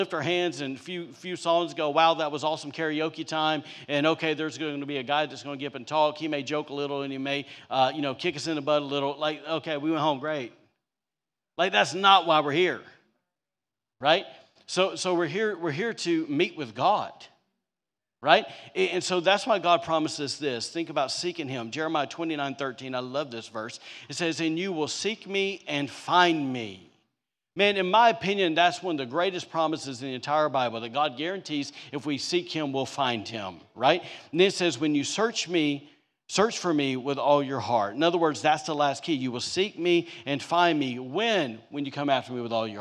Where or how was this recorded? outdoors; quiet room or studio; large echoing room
large echoing room